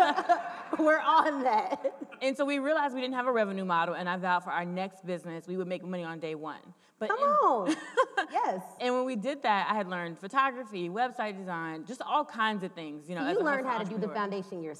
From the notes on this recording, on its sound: This is part three of the live taping